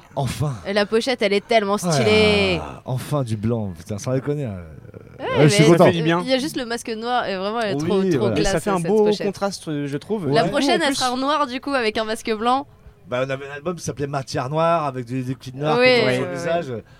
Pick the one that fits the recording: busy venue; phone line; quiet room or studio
busy venue